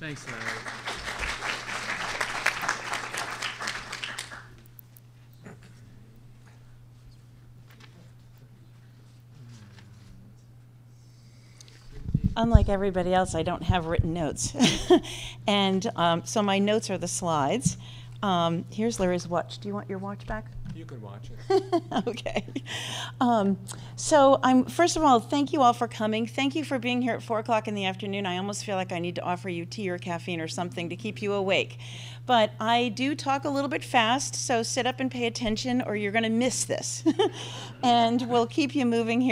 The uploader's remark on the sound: 2018 AASLH Annual Meeting Session Recording Recorded in Kansas City, MO